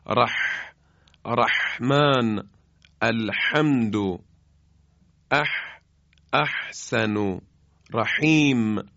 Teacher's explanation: این دوتا در وسط الحلق واقع شدن که زمانی که حا رو تلفظ میکنیم حای جیمی با یک گرفتگی که در حلق ایجاد میشه